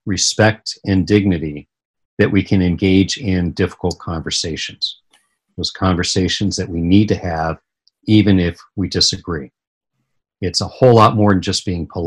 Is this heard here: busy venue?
no